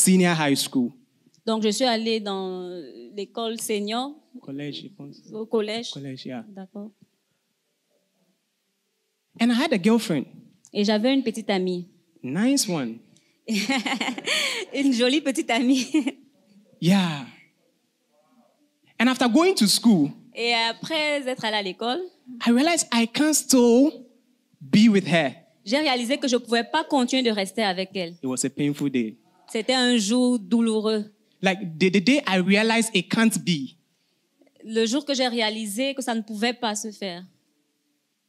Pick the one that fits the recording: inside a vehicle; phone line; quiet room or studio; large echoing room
large echoing room